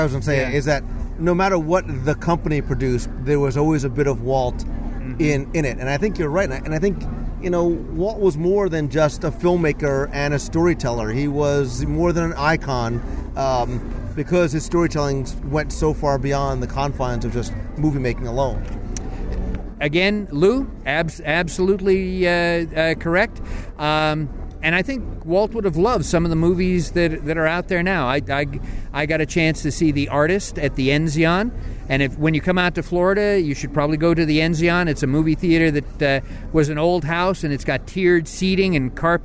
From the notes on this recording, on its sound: Recorded live at Disney's Hollywood Studios in Walt Disney World